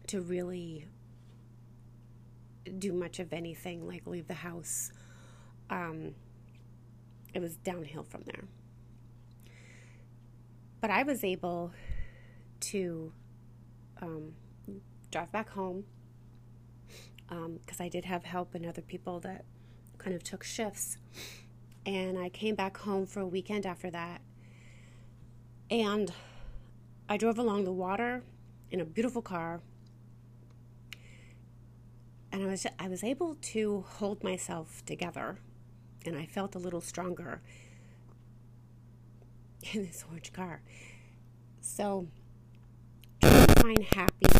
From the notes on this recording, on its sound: The sound is off, there is interference and I cry. This episode had so much technical difficulties.